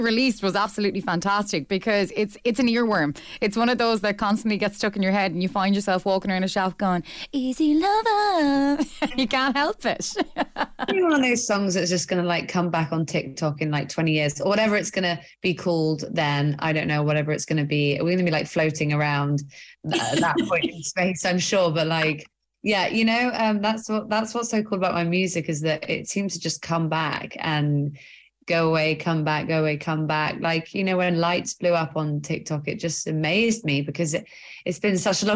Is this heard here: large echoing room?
no